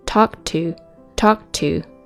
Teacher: you talk to, talk 和 to 相遇，talk 是一 k 这个爆破音结尾，而 to it 这个爆破音开头，所以呢，我们不用读成 talkto，而是把 k 进行不完全爆破。